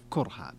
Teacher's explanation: وقرأ حمزة والكسائي وخلف كرها بضم الكاف نعم إذن قراءة أهل الكوفة بضم الكاف